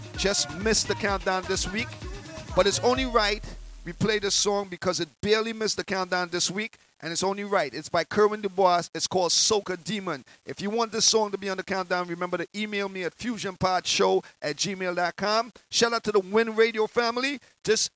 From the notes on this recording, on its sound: LIVE FROM CLUB MARACAS IN QUEENS NY